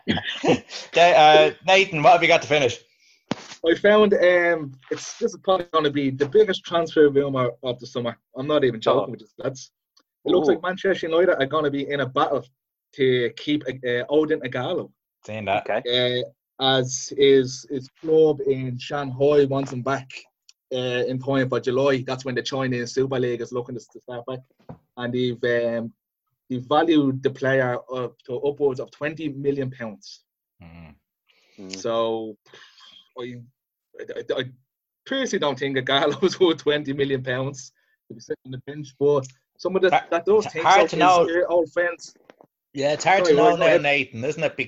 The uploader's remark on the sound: Zoom Chat